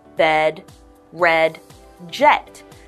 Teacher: It's not E, it's a eh. So your jaw's relaxed, your tongue is almost sticking out, and you have a eh sound